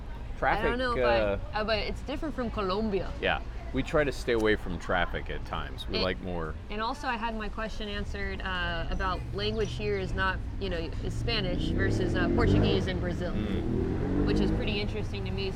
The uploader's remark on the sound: sitting outside a coffee shop in Lima, Peru